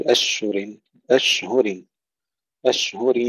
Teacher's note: إظهار الهاء، والانتباه ألا تدخل في الشين، في همس الشين أو تفشيها